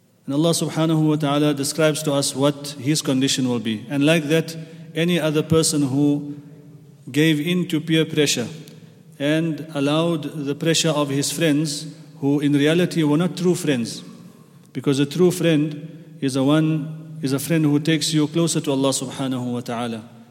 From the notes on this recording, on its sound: at the Houghton Masjid (West Street)